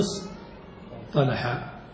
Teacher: مثال ذلك افتعل من صلح الأمر، صلح ابنها على افتعل استلح، استلح الصاد حرف مطبق والتاء حرف ليس مطبقا، كيف تخلص من هذا الثقل؟ بأنهم قلبوا التاء التي في افتعل إلى طاء يعني إلى حرف مطبق فقالوا اصطلح فذهب هذا التنافر.